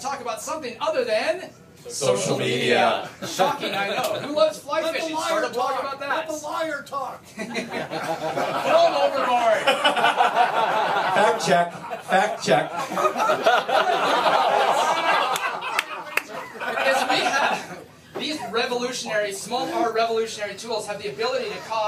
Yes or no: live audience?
yes